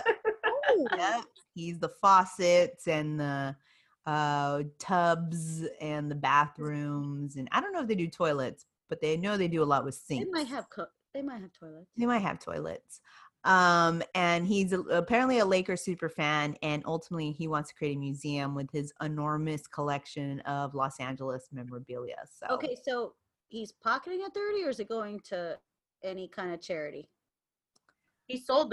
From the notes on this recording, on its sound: In this Zoom episode.